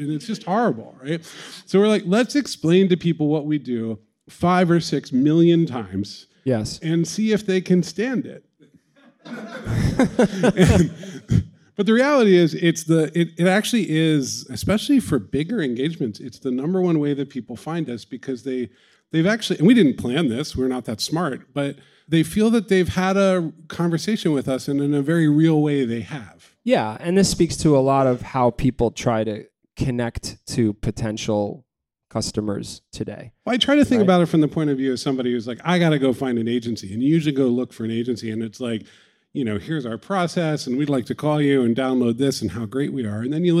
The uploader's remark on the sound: Sit down with a live studio audience to discuss funnels.